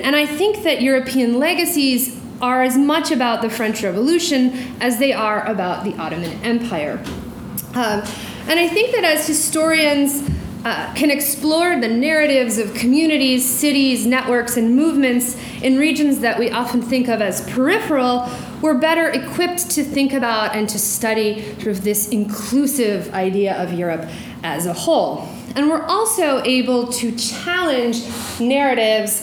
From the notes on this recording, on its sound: During this talk at the University of Washington.